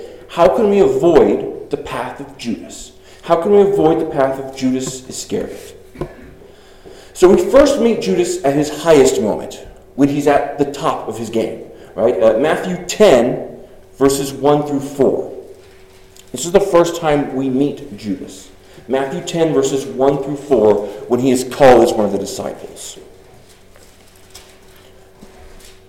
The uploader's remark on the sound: Delivered 6/4/23 at Congregational Church in Arriba, CO.